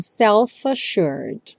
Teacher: E o self já junta com a, então self-assured.